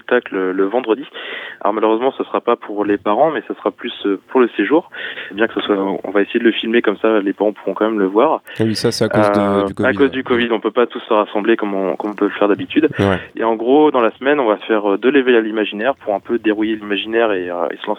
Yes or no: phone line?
yes